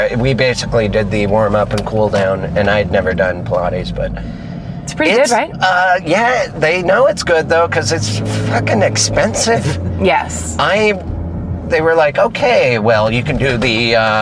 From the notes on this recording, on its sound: In the Car.